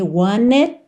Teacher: Aqui ele ligou want com it, pelo N, want it. E percebe que você não ouve o T de it, só esse corte mesmo do som, tá?